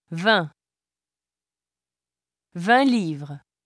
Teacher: In isolation or before a consonant, the final T of 20 is silent. Before a vowel sound, the T is pronounced.